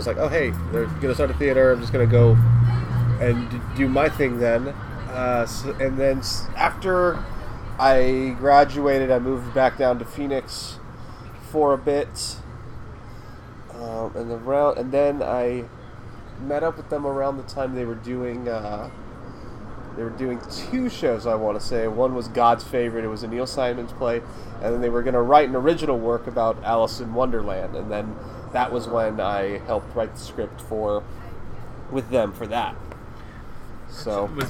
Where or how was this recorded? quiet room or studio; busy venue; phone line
busy venue